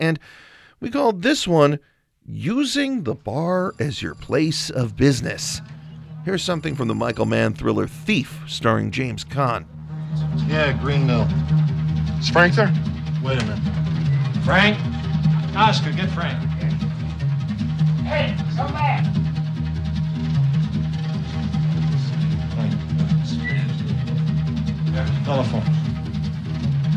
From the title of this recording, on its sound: Curious City Live from Goose Island Barrelhouse